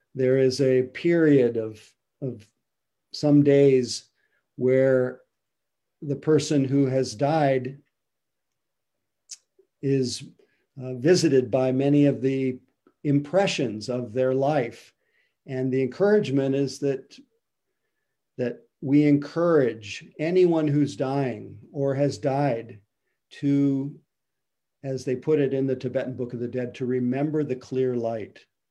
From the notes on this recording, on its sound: (Mission Dharma) Recorded Zoom Session.